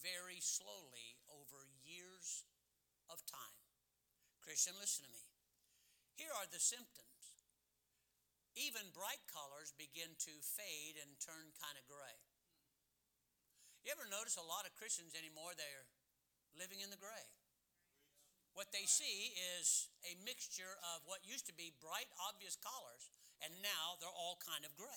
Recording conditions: large echoing room